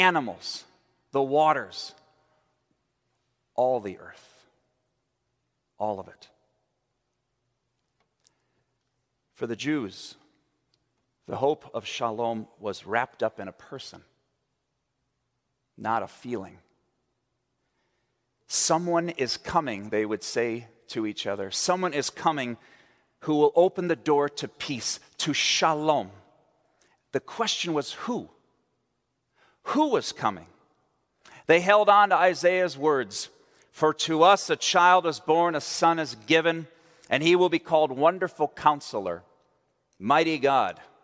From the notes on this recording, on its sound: at Central Reformed Church in Grand Rapids, Michigan